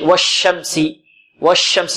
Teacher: ومخرج الشين من ماذا؟ من وسط اللسان، من وسط اللسان.